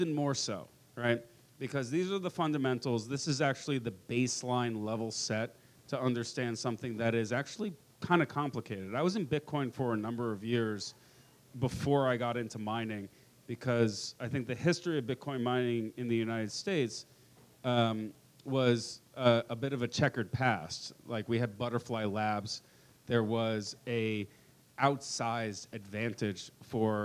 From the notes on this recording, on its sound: Live from Pubkey NYC!